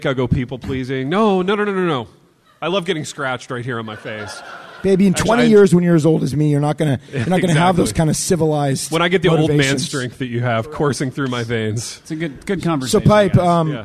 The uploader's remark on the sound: LIVE IN INDIANAPOLIS